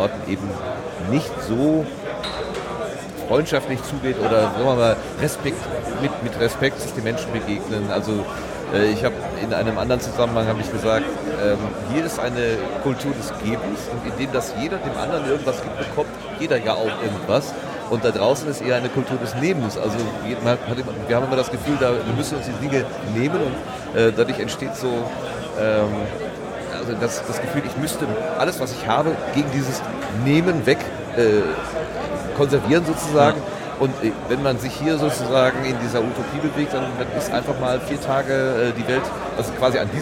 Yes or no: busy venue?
yes